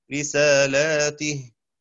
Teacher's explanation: قرأ شعبة بكسر التاء وألف قبلها رسالاته، وقرأ حفص بفتحها دون ألف رسالته.